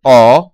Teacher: long open mid back rounded vowel as AU in caught